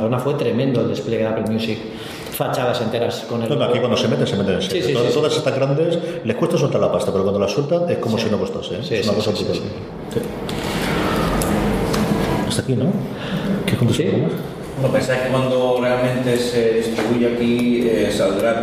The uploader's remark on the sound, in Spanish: FDS en Directo. En un programa especial en directo en el Aula de Ámbito Cultural de EL Corte Inglés de Elche, dentro de la programación de la 41ª Edición del Festival Internacional de Cine de Elche.